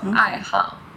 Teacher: when it's part of the word hobby, it's hao, fourth tone.